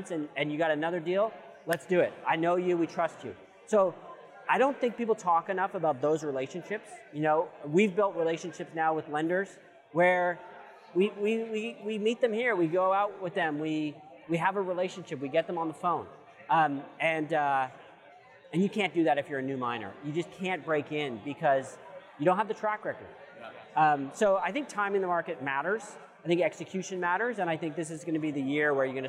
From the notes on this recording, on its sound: We apologize in advance for the echo we had during the recording.